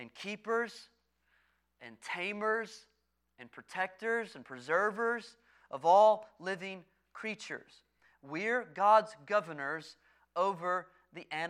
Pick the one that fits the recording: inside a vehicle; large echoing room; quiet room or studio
large echoing room